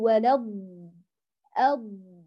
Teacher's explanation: الضاد رخوة فيها كمال جريان الصوت لضعف الاعتماد على المخرج